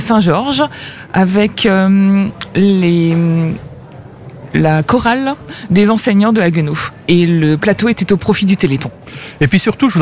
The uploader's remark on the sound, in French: Emission en direct depuis la place Joseph Thierry à Haguenau.